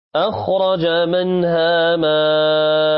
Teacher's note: أخرج منها ماءها أربع حركات، هنا مد متصل